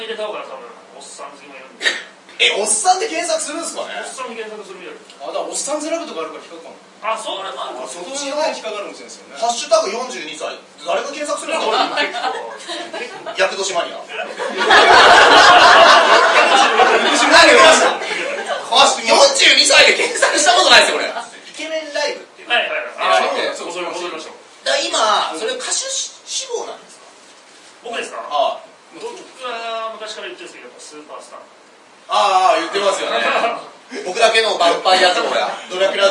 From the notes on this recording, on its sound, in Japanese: 公開収録ライブ